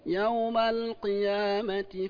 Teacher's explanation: القاف المكسورة لا تبالغ في تفخيمها